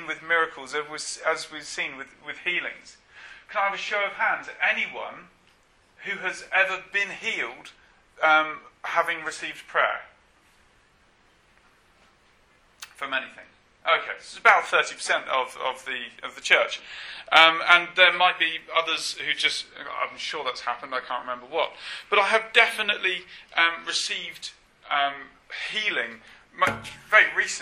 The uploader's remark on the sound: apologies for the poor sound quality on this track